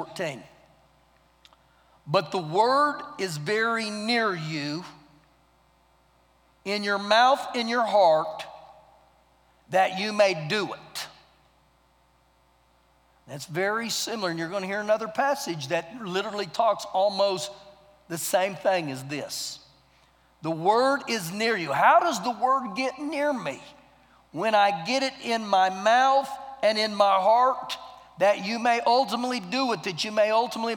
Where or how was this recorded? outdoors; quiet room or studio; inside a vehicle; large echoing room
large echoing room